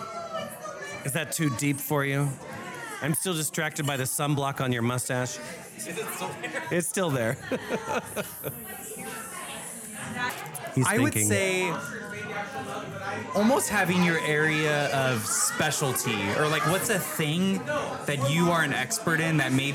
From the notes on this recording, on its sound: We had so much fun recording at Le Fern while at Tiki Caliente 14. Part 2 includes interviews with podcast listeners and event attendees.